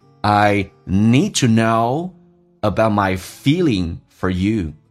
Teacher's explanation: I need D 去掉，这叫略音